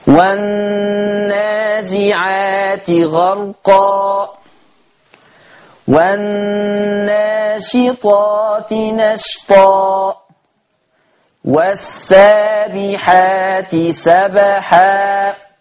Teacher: جبتها كلها فتح، مفيش فيها ريحه التقليل خالص